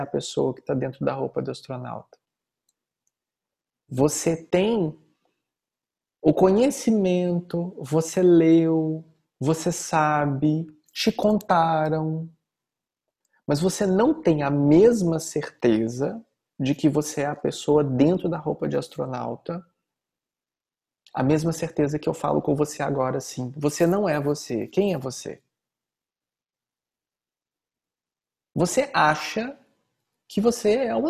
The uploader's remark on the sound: Online via Zoom